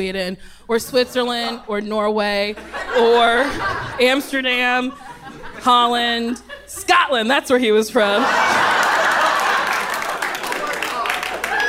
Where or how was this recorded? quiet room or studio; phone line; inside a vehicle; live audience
live audience